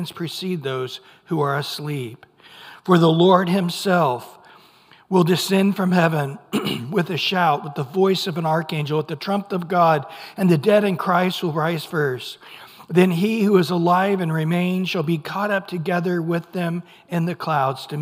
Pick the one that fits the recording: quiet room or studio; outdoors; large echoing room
large echoing room